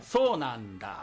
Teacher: 次にダーが来るから、うん、ベロが上顎にベタッとつく